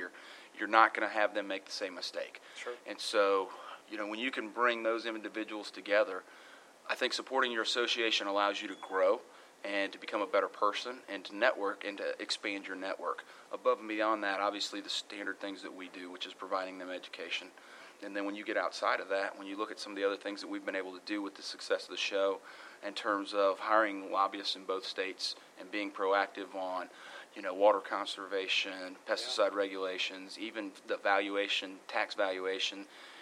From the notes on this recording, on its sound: Live from the show floor. The Carolinas trade show and convention.